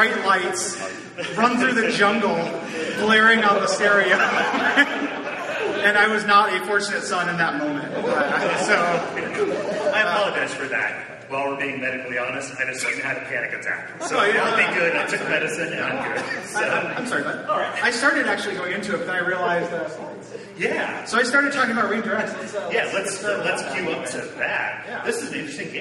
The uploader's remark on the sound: This is a live episode from the 2019 Portland Retro Gaming Expo.